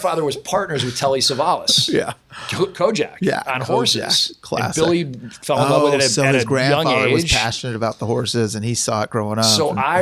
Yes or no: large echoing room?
no